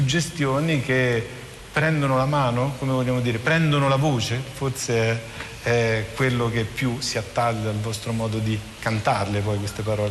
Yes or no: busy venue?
yes